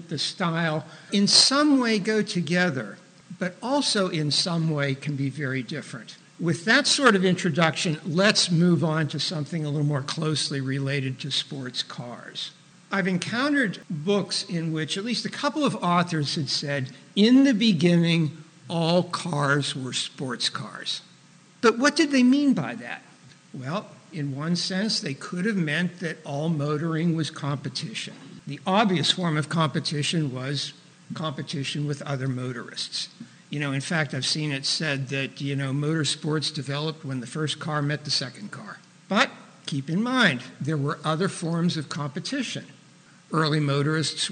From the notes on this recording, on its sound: was recorded in front of a live studio audience